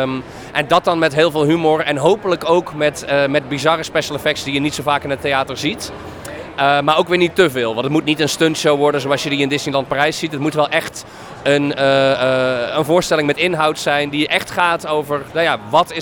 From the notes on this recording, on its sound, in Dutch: De Supercast is terug met een Dutch Comic Con-special! Ik was als razende reporter aanwezig op de winter-editie van Dutch Comic Con in Utrecht en heb er de nodige interviews opgenomen.